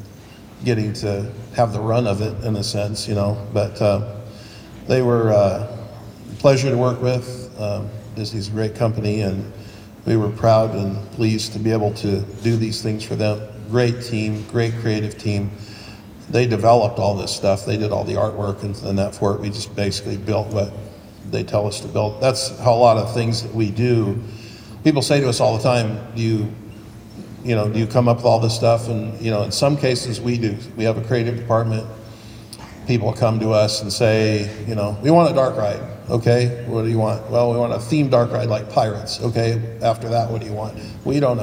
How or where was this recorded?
live audience